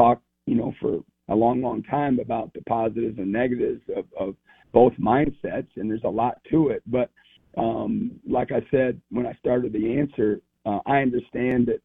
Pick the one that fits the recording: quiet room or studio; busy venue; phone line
phone line